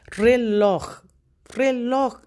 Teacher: La sílaba más fuerte de reloj es la sílaba loj.